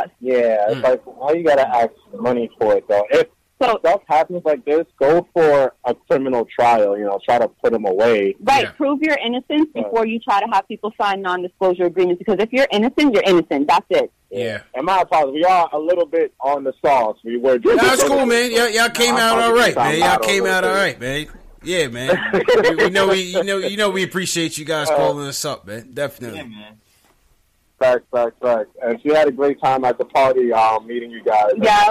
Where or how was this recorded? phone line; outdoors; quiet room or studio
phone line